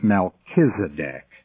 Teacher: It is not Melchizedek, because in Hebrew, the CH sound is pronounced as a K, so it's Melchizedek.